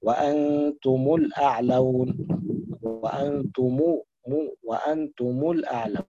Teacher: أما إن وقعت قبل ساكن فنقرأ بضم الميم فقط لكل القراء بدون صلة، ولذلك نقرأ في عاصم أو في حفص وأنتم الأعلون، وأنتم الأعلون، نضم الميم بدون صلة.